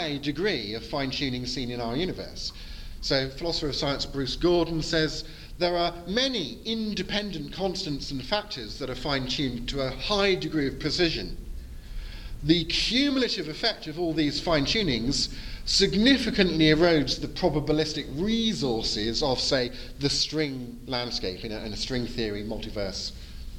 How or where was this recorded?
live audience